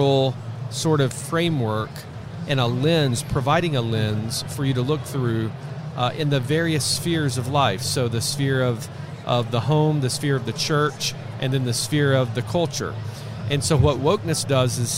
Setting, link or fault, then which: setting, busy venue